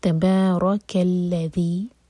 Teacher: زبان ہماری اوپر والے دانتوں کو ٹچ کرے گی اور تھوڑی سی ٹپ باہر ہوگی · Term: ذال